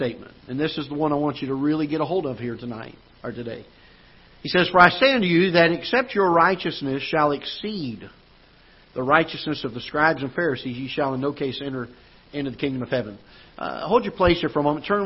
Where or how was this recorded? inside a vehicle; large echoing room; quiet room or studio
large echoing room